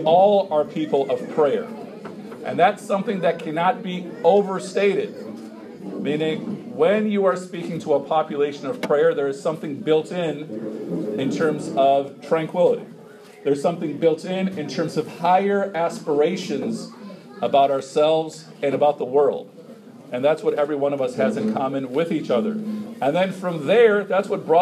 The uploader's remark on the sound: An impromptu talk at the Islamic Center of Wheaton at an open house attended by members of local Churches